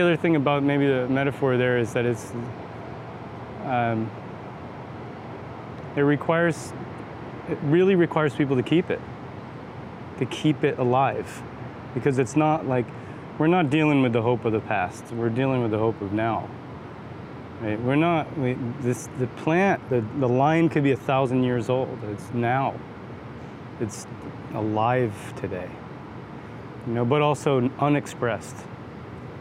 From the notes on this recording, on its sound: Seeds and Hope at Smithsonian Folklife X Earth Optimism Festival. Here are some recordings with folks at the festival.